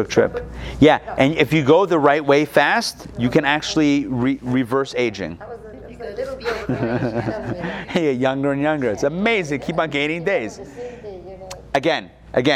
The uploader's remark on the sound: Recorded live in Atlanta